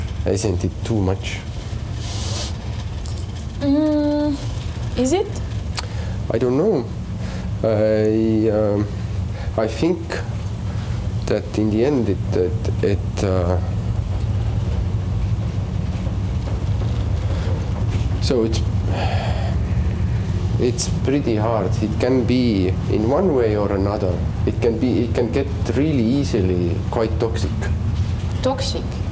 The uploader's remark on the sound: On their way to the Biennial of audiovisual arts Aavistus talk about care while walking around the ferry Tallinn-Helsinki.